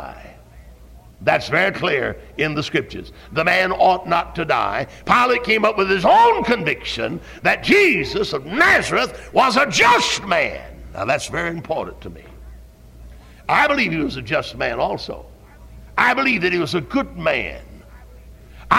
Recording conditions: large echoing room